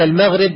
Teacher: الميم مرققة والغين مفخمة